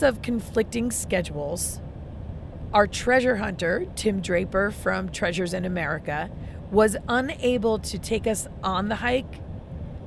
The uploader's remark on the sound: Live from the road